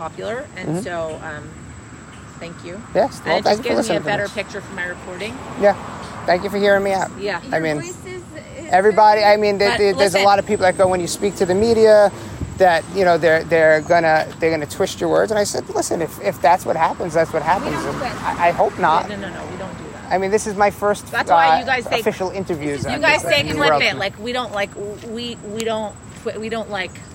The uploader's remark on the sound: With New York being a one consent state and the interview taking place on a public sidewalk the audio was legally captured.